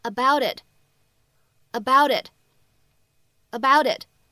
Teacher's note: 在美式发音当中呢，连读以后还会形成一个 flapt，还会形成一个闪音的处理。所以呢，此时我们可以读成 about itAbout it.